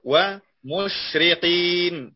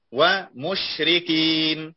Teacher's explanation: قد تكون إذا فخر الإنسان الكاف صارت مشرقي، وإذا رقق القاف لم يعطيها حقها فتصبح كأنها مشركين